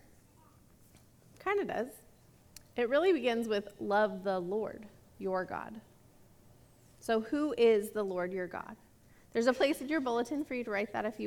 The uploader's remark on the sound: This message was recorded at a Sunday service on March 20, 2022